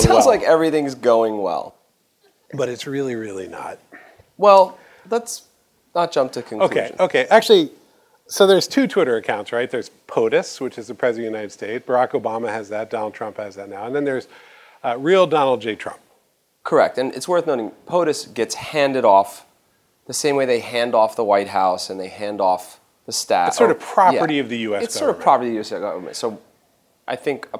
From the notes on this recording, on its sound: The first-ever live episode of Track Changes, recorded at the SVA Theatre in Manhattan as part of IxDA’s Interaction 17 conference. They also take in a variety of perspectives on the question with comments from the audience.